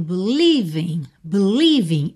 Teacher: Então, a gente acabou de ver na estrofe anterior que a palavra believe, ela tem a sílaba tônica no li, certo? Então, aqui a gente tem believing, believing.